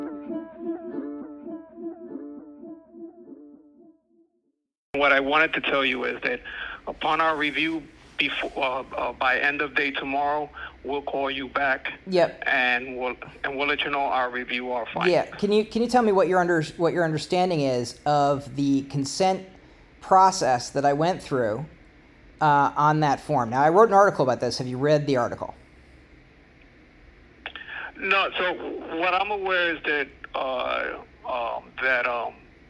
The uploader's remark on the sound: They were not prepared for this particular phone call, it is recorded and made a podcast above.